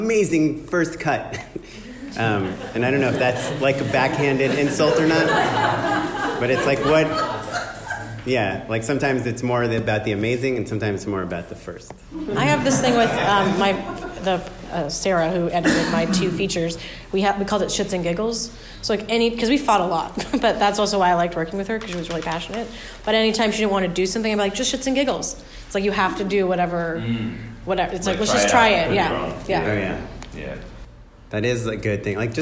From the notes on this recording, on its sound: Bonus Audience Q &. Here's the Q&A from our live show 2018 winter live show.